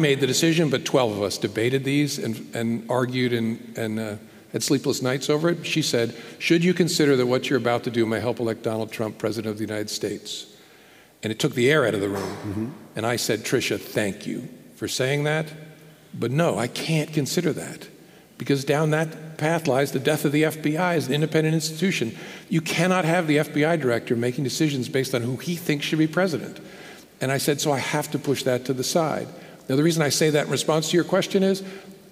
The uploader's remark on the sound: This episode is part two of our live event